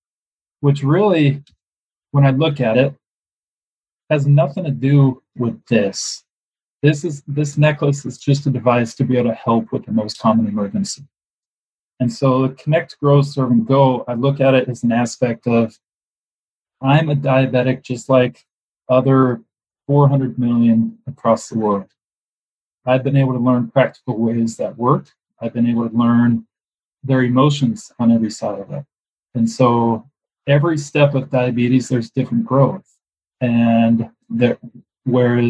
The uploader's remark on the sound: This is my first podcast recorded internationally, which I’m very excited about! The sound quality isn’t perfect.